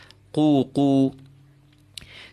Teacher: the qaf is nice and filled, felt at the back of your tongue with the start of your soft palate.